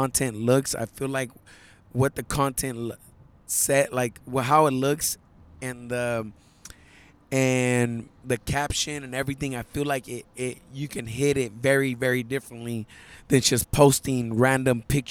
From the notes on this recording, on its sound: Recorded this podcast on his way to Los Ángeles for the Silver Gloves state championships.